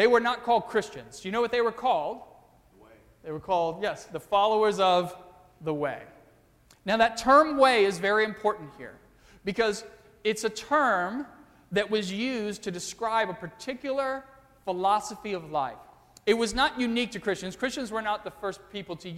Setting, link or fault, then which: setting, large echoing room